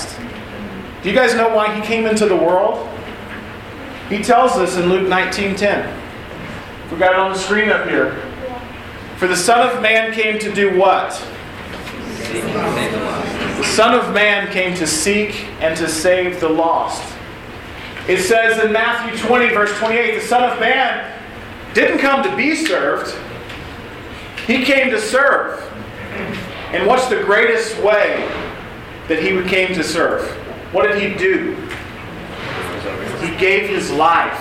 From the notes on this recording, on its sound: Audio from West Coast Rush 2016 – a retreat for college students and young adults held annually in the Los Angeles area.